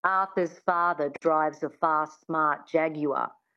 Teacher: getting that reduction of the mouth and the lips, the sound falling back into the throat, the flatness of the Australian accent as well, that really helped.